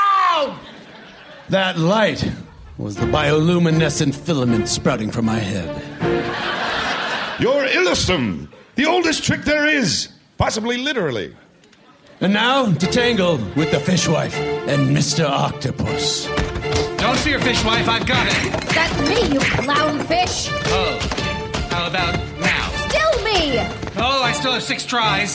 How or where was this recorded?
live audience